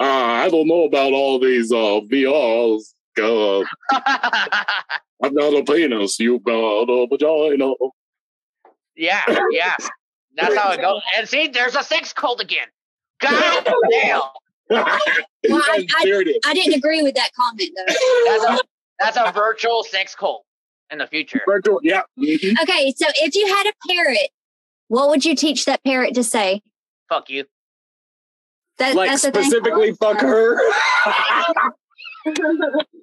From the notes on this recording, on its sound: This is pure chaos and the sound wasn't the best but it is hilarious!